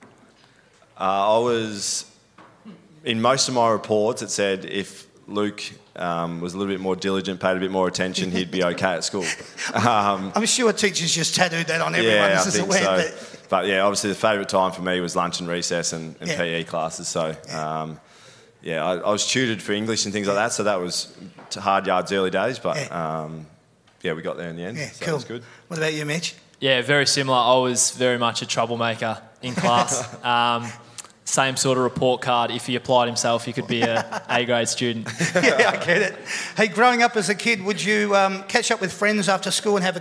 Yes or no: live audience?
yes